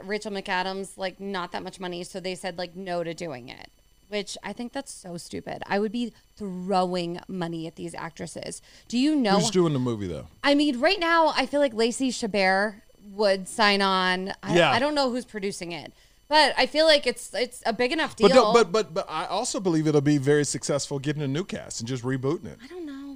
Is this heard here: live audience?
no